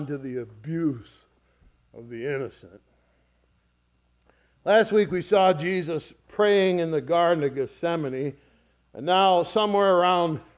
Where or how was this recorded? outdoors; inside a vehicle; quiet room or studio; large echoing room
large echoing room